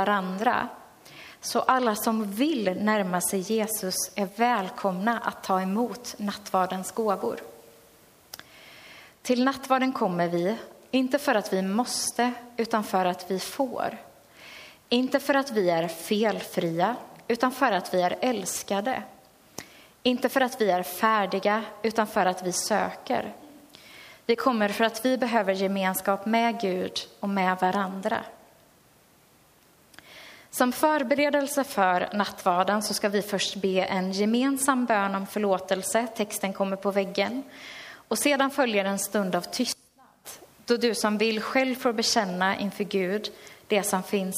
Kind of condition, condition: setting, large echoing room